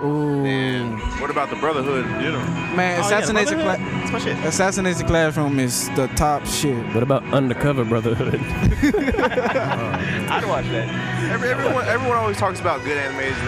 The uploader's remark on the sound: Dream Con 2019. While recording at Dream Con.